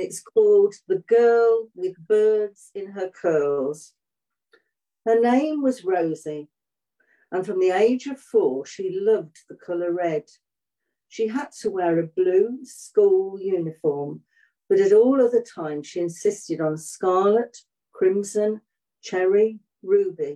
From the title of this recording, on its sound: Live Zoom Book Launch